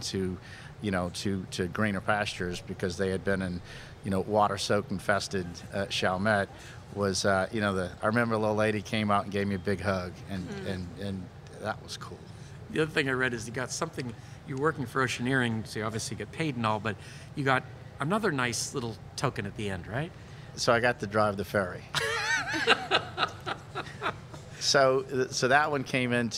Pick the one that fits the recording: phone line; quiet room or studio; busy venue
busy venue